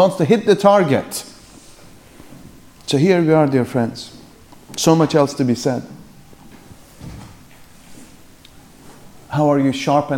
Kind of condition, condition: setting, live audience